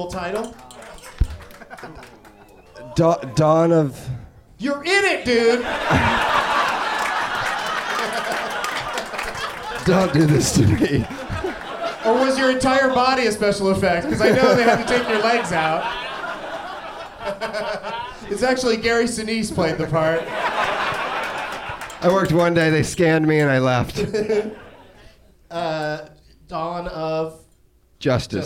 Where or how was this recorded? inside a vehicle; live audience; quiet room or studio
live audience